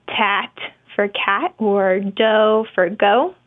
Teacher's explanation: Some common articulation errors that I treat in this age range are K and G, which often sound like tat for cat or do for go.